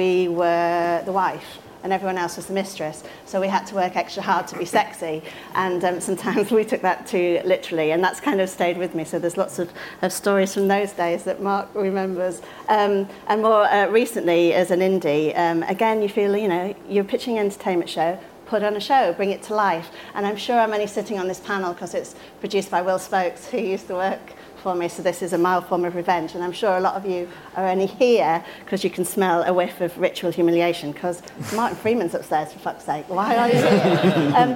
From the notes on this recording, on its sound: bonus episode from the Guardian Edinburgh International Television Festival